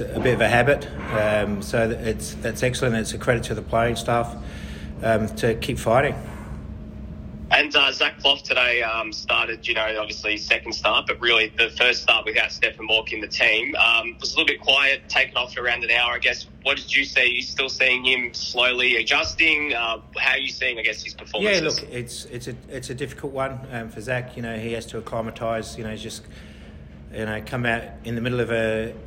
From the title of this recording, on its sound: Post-Match Press Conference